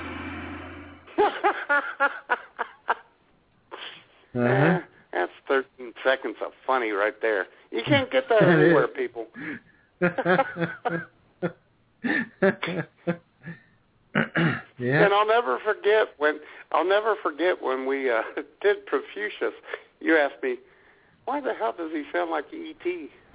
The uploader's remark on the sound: your phone calls